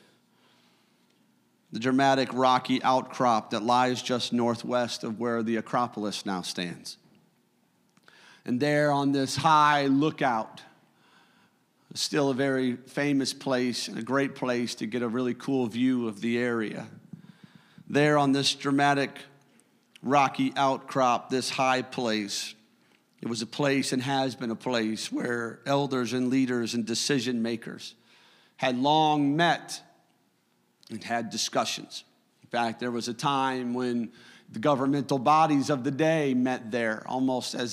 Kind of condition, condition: setting, large echoing room